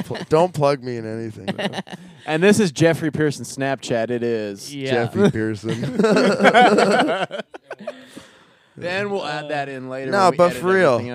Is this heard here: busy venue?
yes